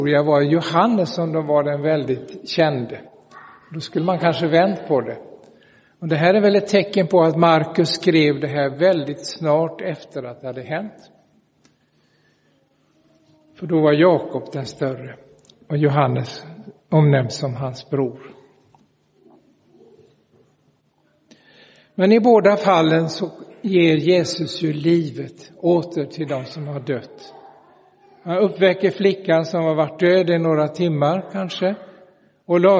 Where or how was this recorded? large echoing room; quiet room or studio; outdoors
large echoing room